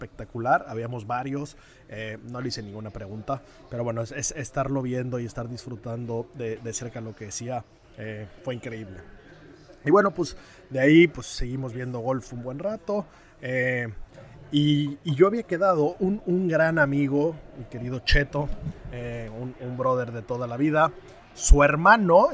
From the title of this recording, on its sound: Live From The OPEN